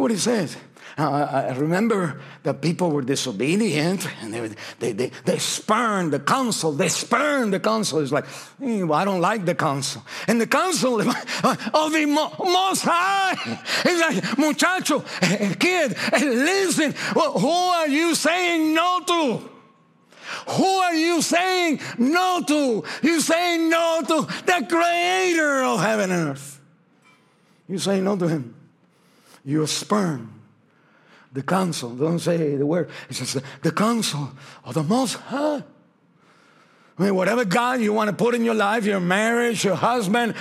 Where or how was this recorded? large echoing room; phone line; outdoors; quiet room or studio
large echoing room